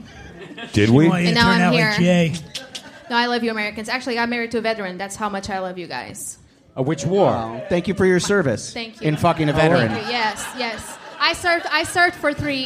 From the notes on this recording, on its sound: Live from The Stand in NYC. We return to The Stand Comedy Club in Manhattan for a riotously funny live panel in front of a sold-out crowd.